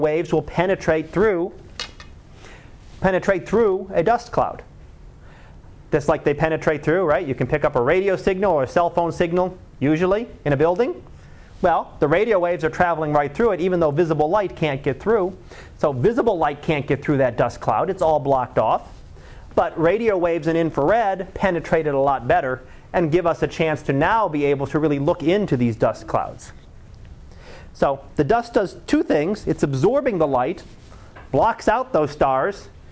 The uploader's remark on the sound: Live Class Lecture